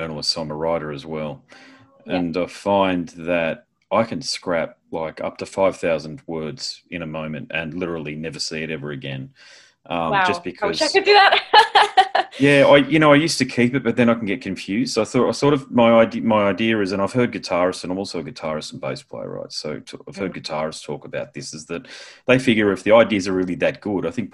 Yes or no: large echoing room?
no